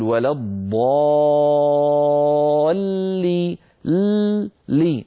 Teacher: فلما نقول ولا الضالي لي ننطق لامين، لام ساكنة يتلوها لام مكسورة. فالألف في الضالين أتى بعدها سكون، هذا السكون هو الذي جعل مبررا لتطويل الألف عن حركتين، من هنا سمي هذا المد مد فرعي. · Term: حرف مشدد